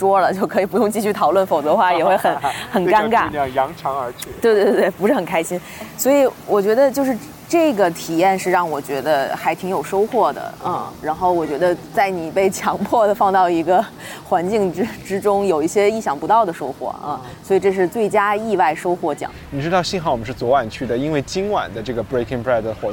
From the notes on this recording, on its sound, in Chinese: 是在爱丁堡市中心的 Princess Garden 露天录制的（环境音警告）。2017年Fringe现场录制特别节目。